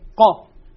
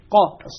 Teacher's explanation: مع أنه الطاء أقوى منها، لكن حيث ق شوف قا القاف فيها اندفاع للهواء أكثر من الطاء لأنه فيها انحباس للحرف · Term: القلقلة